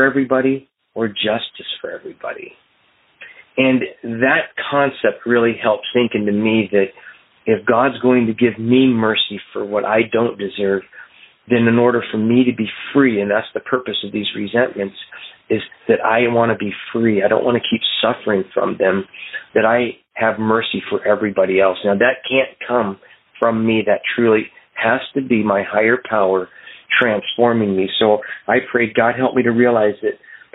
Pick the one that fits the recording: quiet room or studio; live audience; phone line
phone line